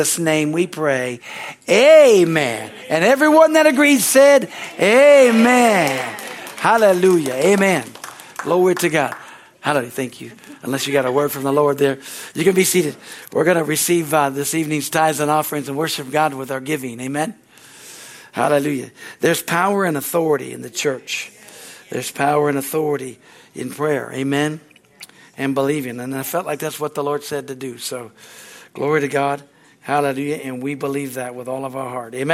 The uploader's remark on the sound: from the Wednesday service on April 19, 2023 at Harvest Bible Church in Stockton, CA.